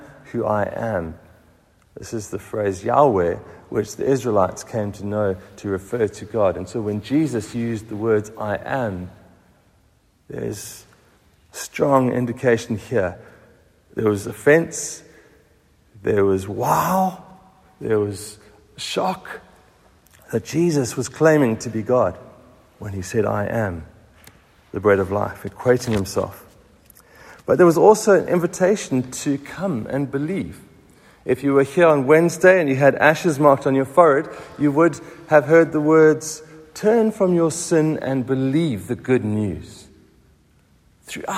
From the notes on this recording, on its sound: Recorded at the 7:45am Sunday service on 26th February 2023